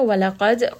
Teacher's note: qaf is going to be heavy, dal has qalqala